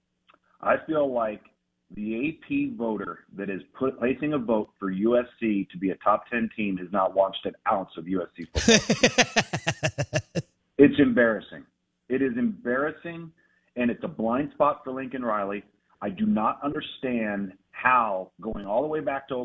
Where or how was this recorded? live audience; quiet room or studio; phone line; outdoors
phone line